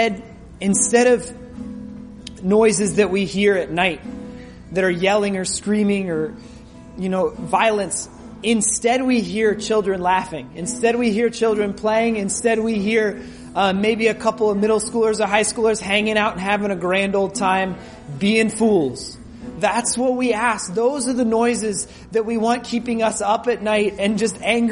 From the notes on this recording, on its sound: This recording will bring you into our gathering